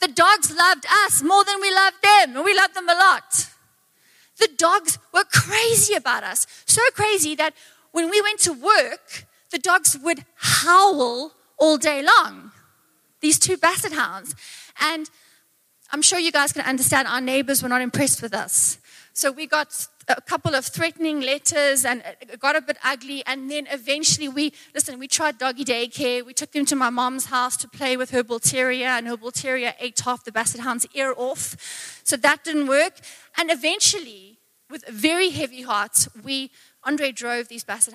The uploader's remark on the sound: Recorded live on Sunday the 21st of January 2024